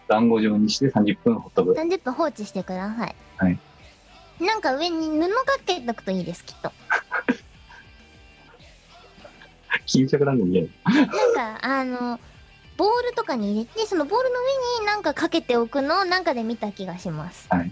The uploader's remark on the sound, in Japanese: 本番組はリモート収録です。収録時環境の影響により、聴き取り辛い部分があります。